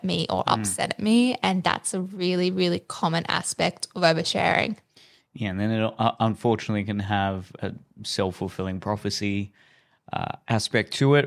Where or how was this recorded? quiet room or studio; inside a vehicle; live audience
quiet room or studio